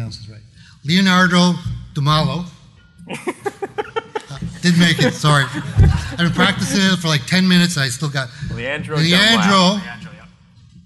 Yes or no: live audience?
yes